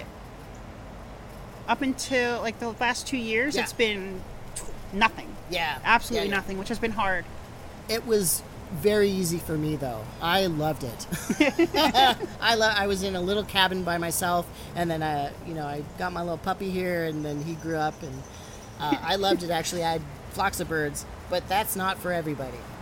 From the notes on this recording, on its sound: We filmed this interview in her backyard garden, so there is some ambient noise